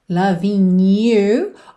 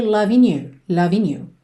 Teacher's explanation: Tanto pode ser loving you, como se fosse um NH. Loving you. Ou então, pode juntar direto no N.